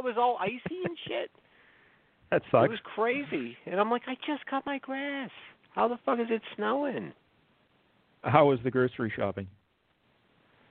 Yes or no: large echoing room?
no